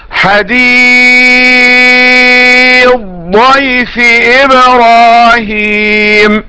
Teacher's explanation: إدغام ثاء من لفظ حديث فالضاد من لفظ ضيف، يقرأ هكذا حديث ضيف إبراهيم، أدغم الثاء في الضاد.